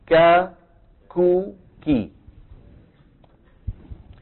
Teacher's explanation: هي من أقصى اللسان مع الحنك اللحمي والعظمي · Term: الكاف